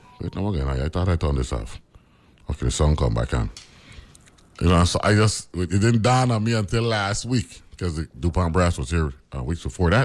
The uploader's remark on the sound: talks on the phone